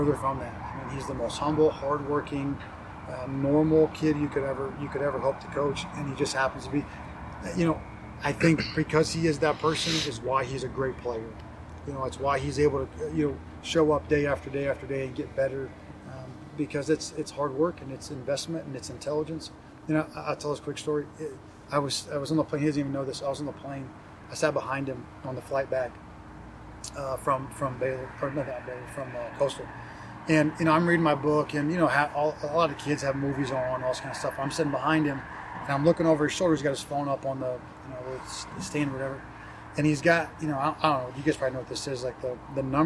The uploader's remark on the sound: Met with the media following the Hoosiers' 12-6 win over the RedHawks.